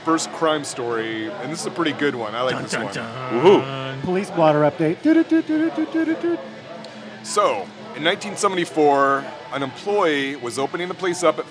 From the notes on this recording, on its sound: Recorded live at the DeLuxe Bar & Grill in the famous Capital Hill neighborhood. Arguably one of the least-divey dive bars we've visited, this historic watering hole has gobs of history and ghost stories.